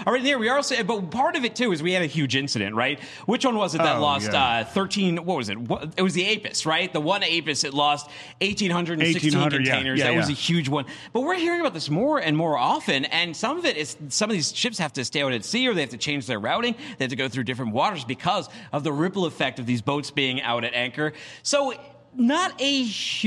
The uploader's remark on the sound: LIVE from Global Supply Chain Week